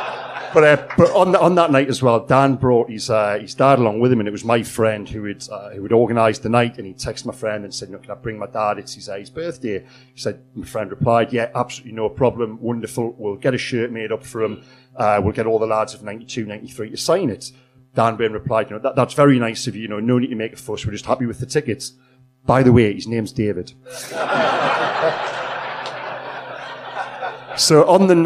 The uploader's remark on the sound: Hosted a live podcast at a 280 sell out Stand Comedy Club in Newcastle.